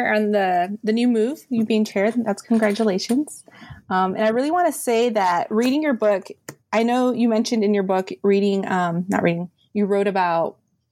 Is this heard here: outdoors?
no